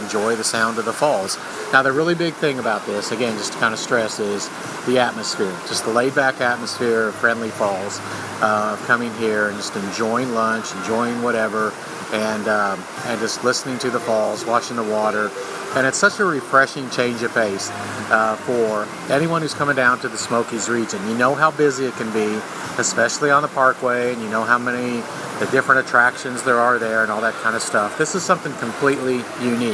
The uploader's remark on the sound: live at Friendly Falls, a very cool roadside stop with one of the best waterfall dining views in the Smokies